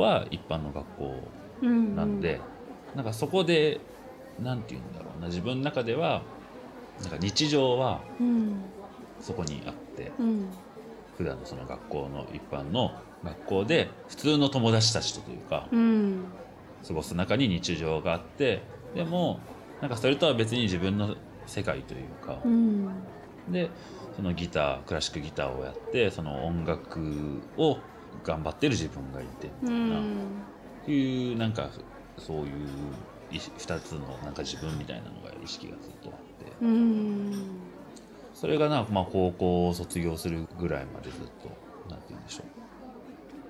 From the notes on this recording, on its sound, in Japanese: 収録は東京・代々木八幡のリトルナップコーヒーにて。